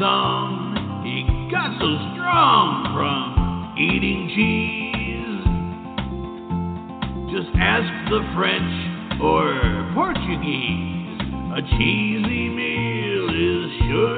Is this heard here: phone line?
yes